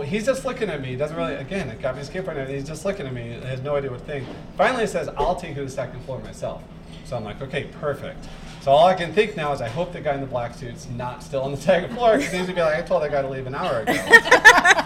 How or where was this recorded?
live audience